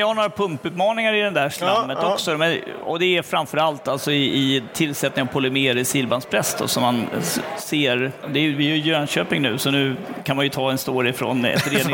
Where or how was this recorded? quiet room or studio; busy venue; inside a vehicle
busy venue